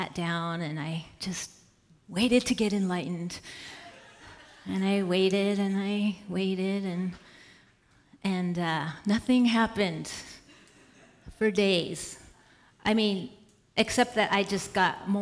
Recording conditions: live audience